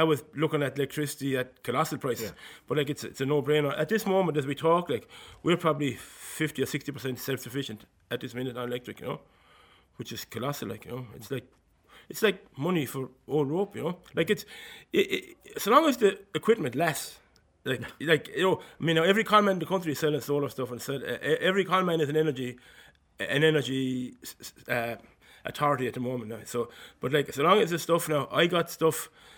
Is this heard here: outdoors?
no